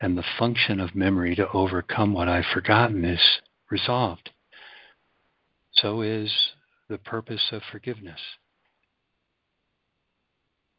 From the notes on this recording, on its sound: ACIM Daily Conference Call.